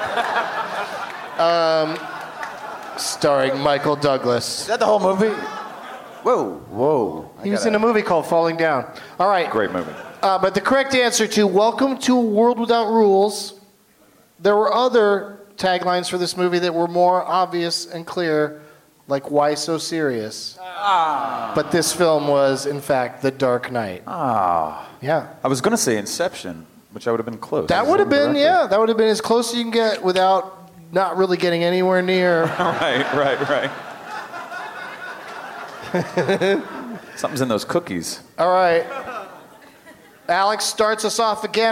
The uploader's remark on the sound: Live from the Gramercy Theatre in NYC